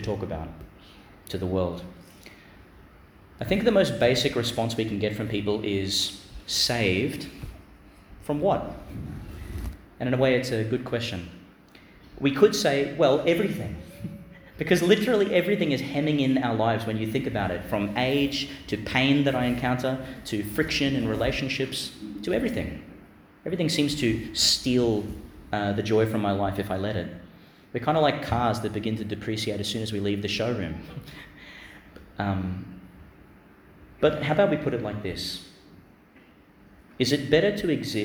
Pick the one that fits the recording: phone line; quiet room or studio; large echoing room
large echoing room